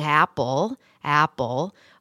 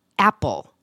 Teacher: I close my throat and almost start an A as a consonant · Shown in: second take · Term: glottal stop